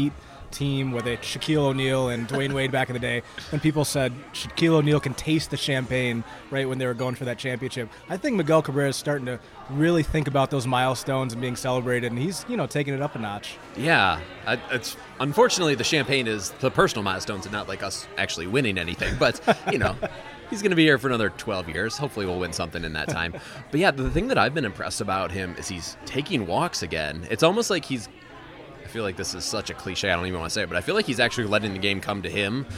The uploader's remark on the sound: The Podcastellanos is live on location at Mootz Pizzeria + Bar on Library Street in Detroit.